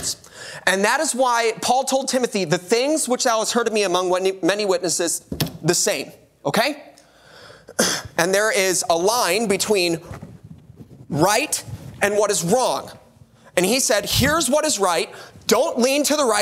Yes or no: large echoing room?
yes